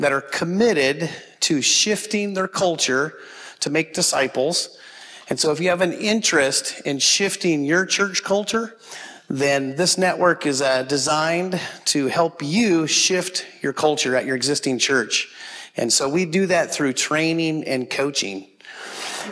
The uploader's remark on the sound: This audio was from Relational Discipleship Network 's first track session from last year's Forum. This audio was from Relational Discipleship Network 's first track session from last year's Forum.